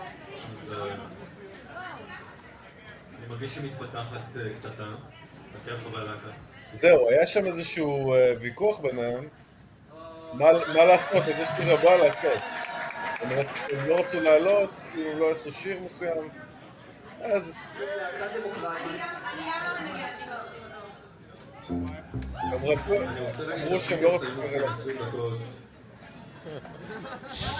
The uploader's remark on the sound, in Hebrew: הופעה חיה בבארבי. במועדון הבארבי. בפרק מאולתר ומיידי שהוקלט יום אחרי אותה הופעה, ומשמיעים קטעים רבים מההופעה.